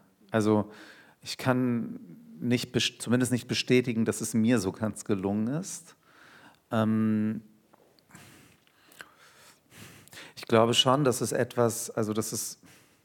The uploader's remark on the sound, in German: Live im Haus des Rundfunks